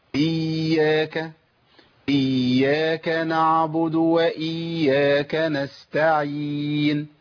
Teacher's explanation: لابد من بيان تشديد الياء. يبقى انا لما الياء تيجي عندي مشدده وجب بيانها ووجب تفصيل الساكن وبيان الساكن عن المشدد.